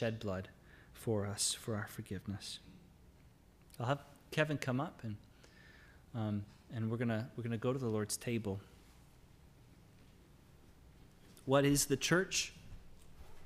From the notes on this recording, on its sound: Sermon audio from LBC worship service